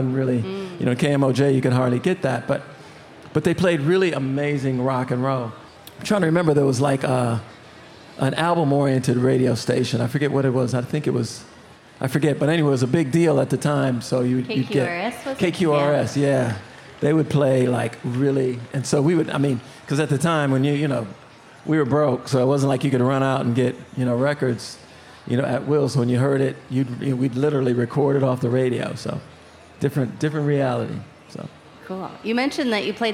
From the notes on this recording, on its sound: Recorded before a live audience at the Minnesota State Fair.